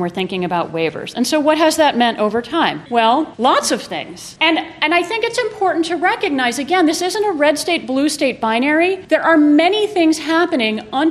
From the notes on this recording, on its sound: These four episodes were recorded at the 2018 SEALS conference. Four of us got together as a panel to discuss Healthcare in the Era of the Trump Administration. This was a panel, not a typical studio recording.